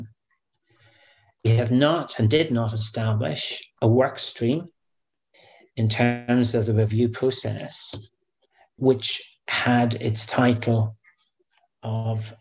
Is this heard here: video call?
yes